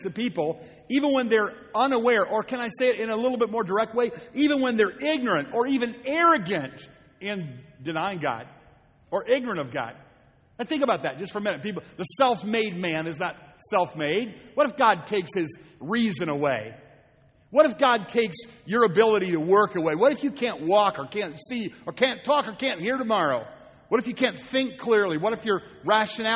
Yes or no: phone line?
no